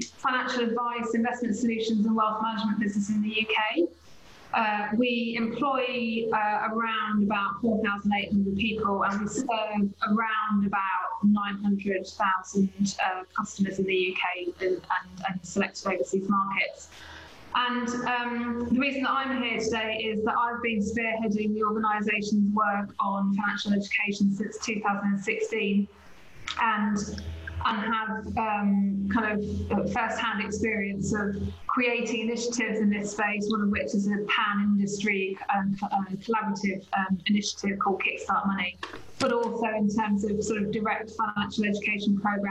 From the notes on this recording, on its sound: Roundtable. Joined on Zoom by a plethora of enthusiastic participants.